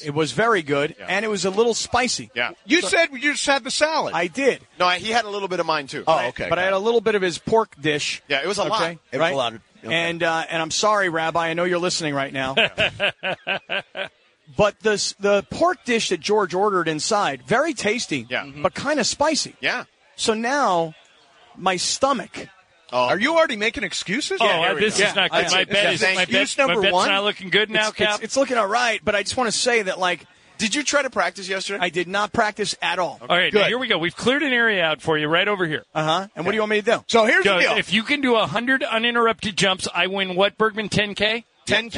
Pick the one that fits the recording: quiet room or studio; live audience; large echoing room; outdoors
outdoors